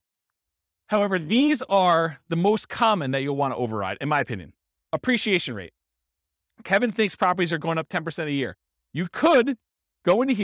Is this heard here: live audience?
yes